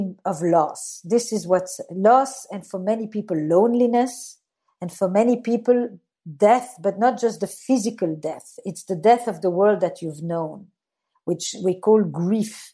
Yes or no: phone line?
no